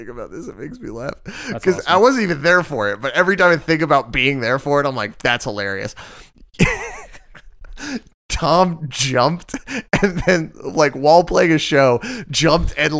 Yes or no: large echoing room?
no